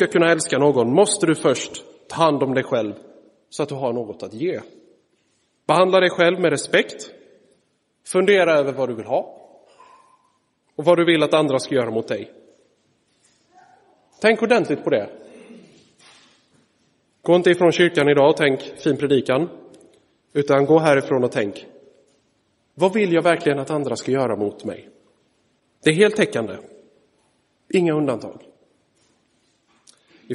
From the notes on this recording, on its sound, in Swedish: Inspelad i Roseniuskyrkan den 3 september 2023.